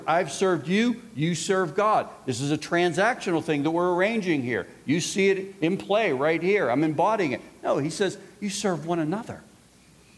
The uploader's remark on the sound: This resource was recorded live at the 2018 Institute: Loving Wayward Souls: Grace for our Prodigals.